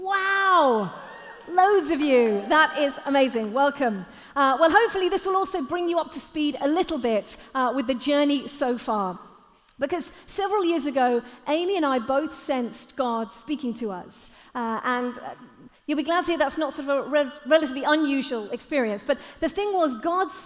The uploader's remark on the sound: Live at The Orchard Conference 2022